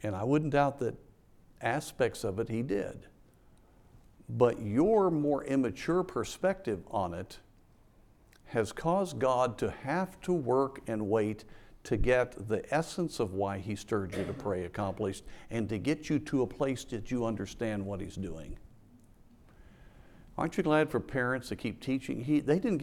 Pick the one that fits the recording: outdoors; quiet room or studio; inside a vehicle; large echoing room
large echoing room